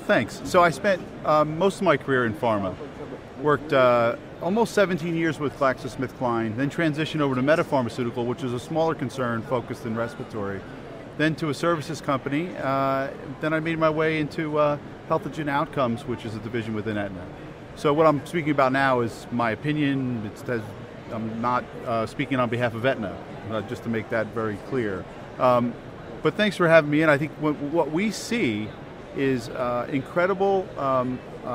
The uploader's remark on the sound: LIVE From #HiMSS17